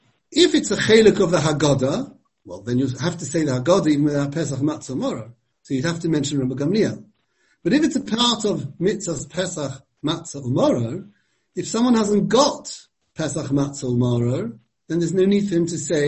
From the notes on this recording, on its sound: Given over Zoom.